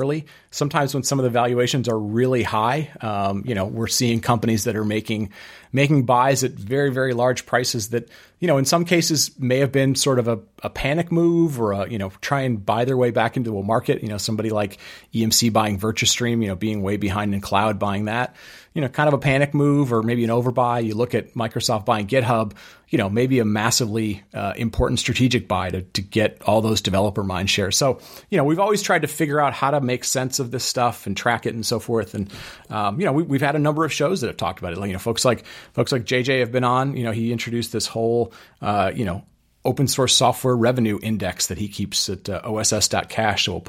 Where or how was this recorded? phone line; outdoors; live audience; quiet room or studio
quiet room or studio